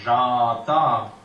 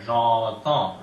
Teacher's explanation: You have to go to a, like j'entends, a real dark a. · Shown in: second take